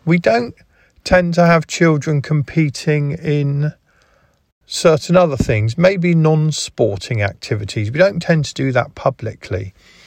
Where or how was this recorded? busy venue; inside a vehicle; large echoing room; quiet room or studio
inside a vehicle